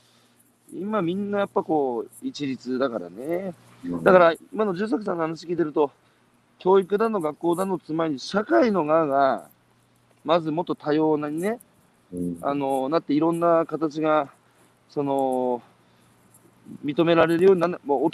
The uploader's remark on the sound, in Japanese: 歩きながら1時間、対談する